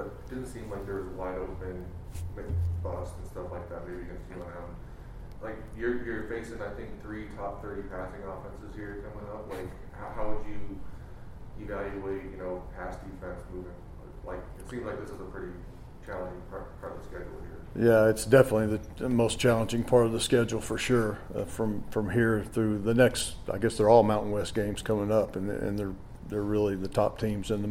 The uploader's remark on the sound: Full audio from the weekly press conference